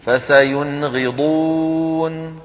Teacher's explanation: أظهرنا النون عند الغين · Term: إظهار